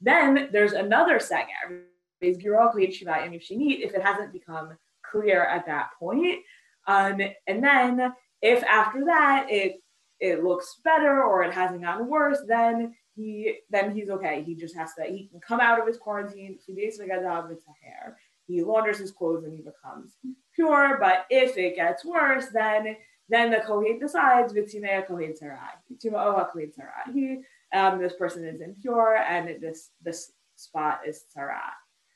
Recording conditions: video call